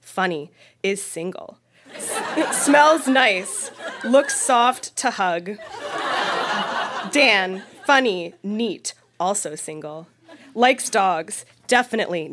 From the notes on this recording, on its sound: Recorded live in Ottawa, ON.